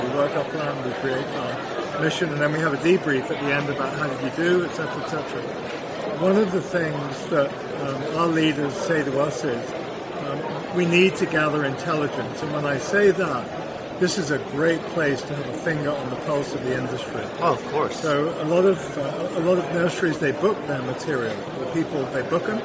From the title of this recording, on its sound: LIVE from MANTS